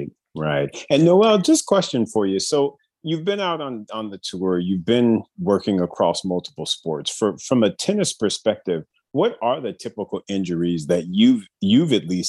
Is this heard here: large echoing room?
no